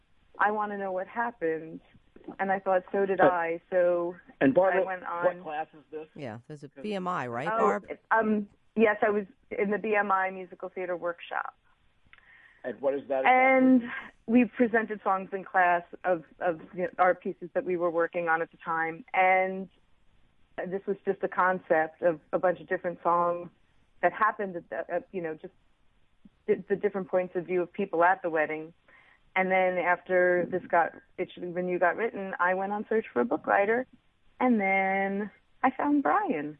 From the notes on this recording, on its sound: Via three separate phone lines. One of the actors in the Indy production in studio.